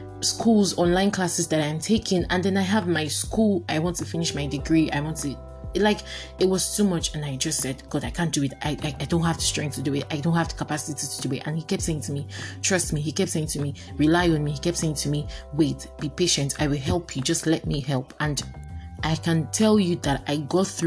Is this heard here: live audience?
no